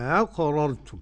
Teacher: بالمد بين الهمزتين، يعني الأولى محققة والثانية مسهلة غير إدخال ألف بينهما، هكذا أقررتم. · Term: تسهيل الثانية